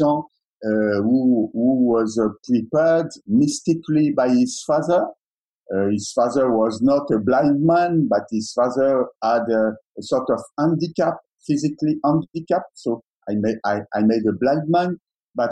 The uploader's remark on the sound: in a virtual Q&A